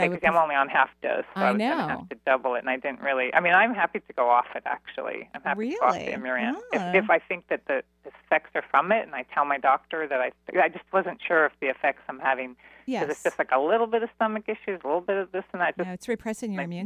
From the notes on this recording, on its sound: On today's call in show